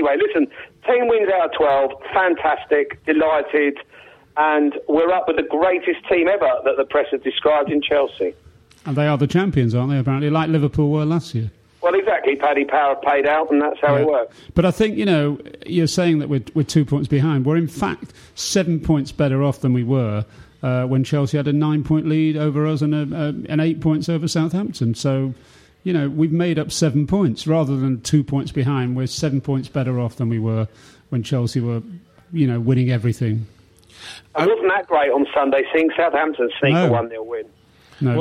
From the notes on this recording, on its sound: Join by phone guest.